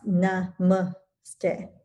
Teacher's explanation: the emphasis is on the second syllable, not the last, as we often hear.